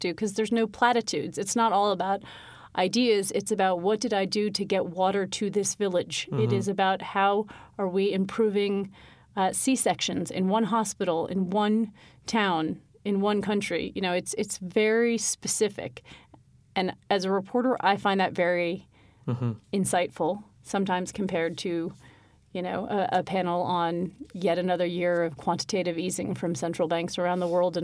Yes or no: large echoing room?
no